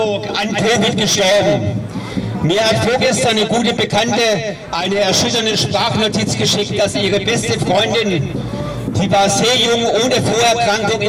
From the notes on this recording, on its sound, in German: Eine Gegenkundgebung fand ebenfalls auf dem Platz der Alten Synagoge statt, an der mehrere Hundert teilnahmen. Radio Dreyeckland war vor Ort und hat die Reden der progressiven Versammlung aufgezeichnet.